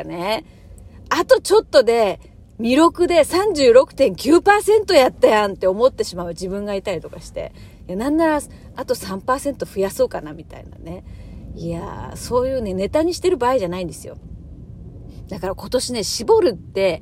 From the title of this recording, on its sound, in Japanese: 暗い車の中からトーク